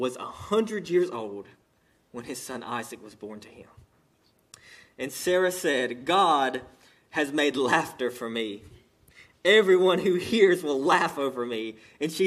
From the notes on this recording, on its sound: sermon delivered to Cottondale Baptist Church in Eastman, GA on 9/30/18 during the 11am service